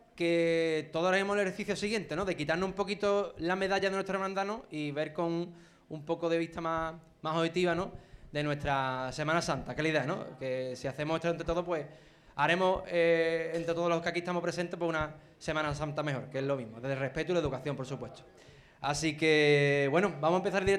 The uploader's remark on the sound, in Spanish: Programa especial realizado en directo en la Tasca el 22. Semana Santa de Chiclana 2023.